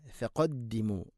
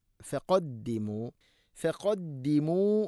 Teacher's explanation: ഫ എന്ന അക്ഷരത്തിൻ്റെ ഒരു മഖ്റജ് താഴെ ചുണ്ടിൻ്റെ പള്ള ഭാഗമാണ്. അതുകൊണ്ട് ഫ ഫഖദ്ദിമു, അതാണ് ഒരു കൃത്യമായ ശൈലി.